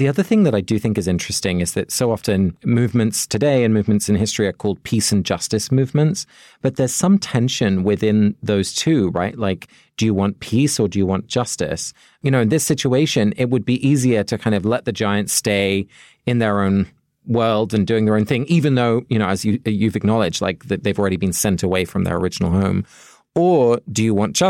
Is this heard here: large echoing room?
no